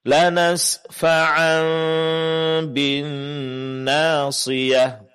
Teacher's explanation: La nasfa'an bin nasiyah, tanwinnya dihilangkan salah satu dari baris tanwinnya, sehingga yang terjadi di sini adalah tanwinnya ganti menjadi berbunyi mim sukun, dengungkan mim sukun dan disamarkan · Term: iqlab